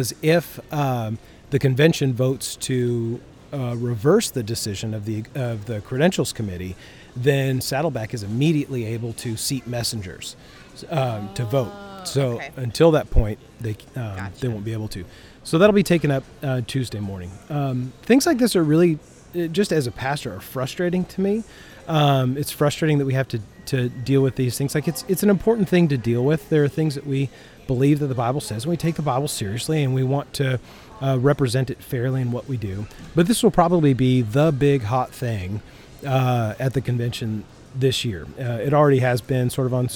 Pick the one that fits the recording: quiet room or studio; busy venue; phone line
busy venue